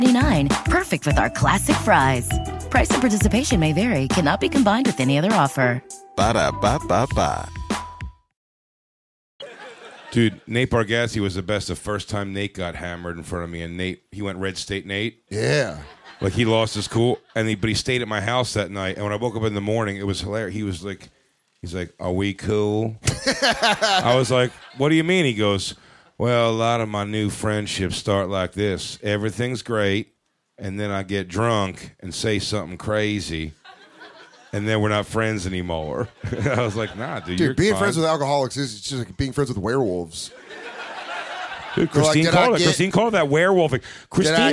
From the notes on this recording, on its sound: It's The Bonfire Christmas Spectacular live from the Village Underground in NYC!